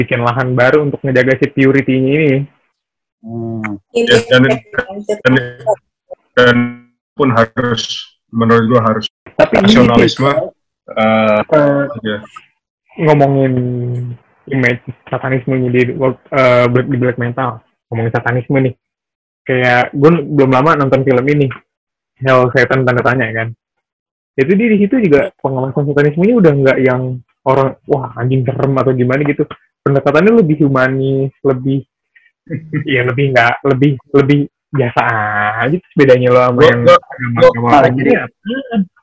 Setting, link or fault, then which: link, video call